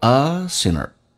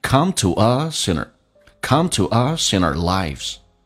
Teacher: us 跟 inner 也可以连音，但连得非常的隐蔽